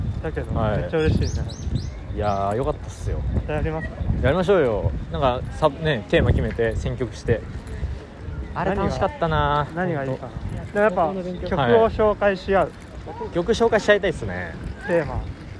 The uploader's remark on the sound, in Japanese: 春のお散歩収録です。にやにやRadioのアートワークを描いてくれたぺ子さんの展示会場へ行く前にお散歩して収録したよ。